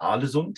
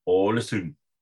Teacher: das ist so ein O, so zwischen A und O ist das so O · Shown in: second take · Und das U wird wie ein Ü ausgesprochen und das D am Ende wird nicht gesprochen.